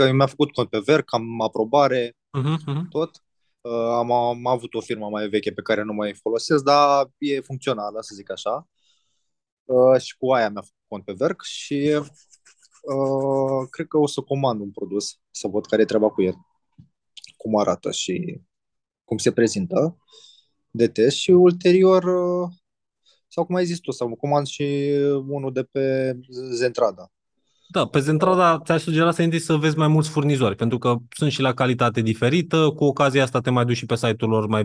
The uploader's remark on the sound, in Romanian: Conferinta Zoom Saptamanala EcomSchool.